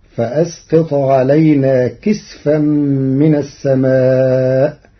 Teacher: قرأ ورش كلمة كسفا بإسكان السين فتصير فأسقط علينا كسفا من السماء، على أنه اسم جمع كسفة كسدرة وسدر.